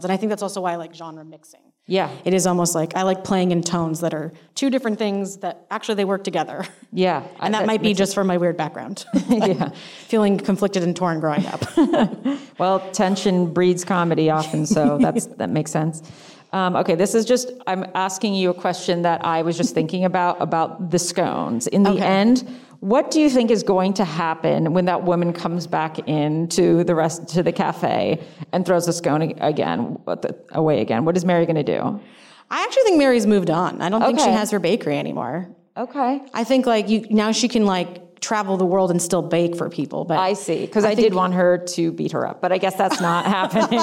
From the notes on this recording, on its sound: in a spoiler-filled Q&A at the DGA theater